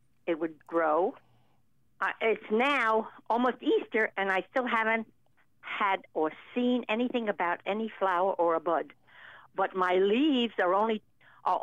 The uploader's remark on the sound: takes your fabulous phone call questions